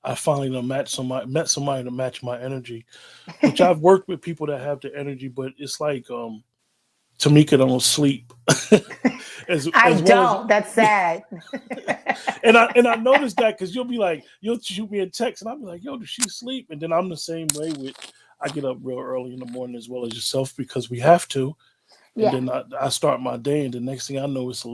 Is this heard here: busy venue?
no